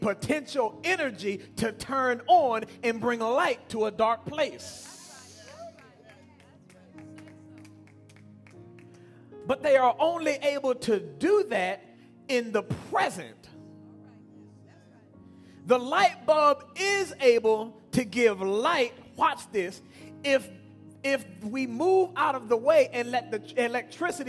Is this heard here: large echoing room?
yes